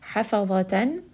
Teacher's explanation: dha here is going to be heavy, it is a permanently heavy sound